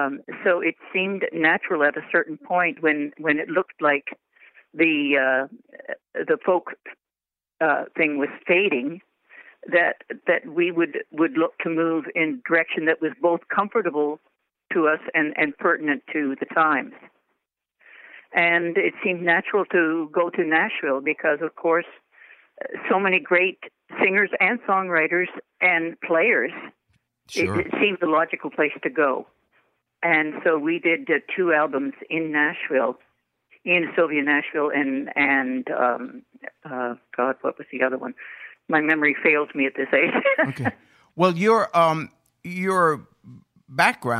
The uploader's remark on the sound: we have a live phone interview